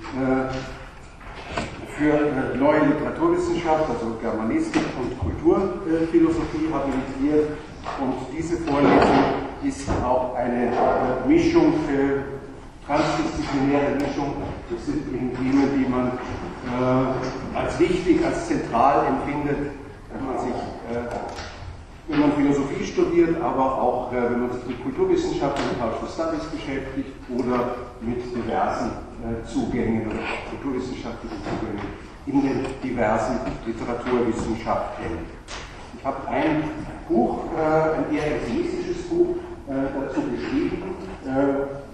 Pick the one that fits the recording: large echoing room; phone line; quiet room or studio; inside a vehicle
large echoing room